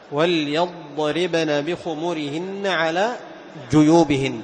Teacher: وليضربن تظهر الضاد، تظهر الضاد عند الراء · Term: الإظهار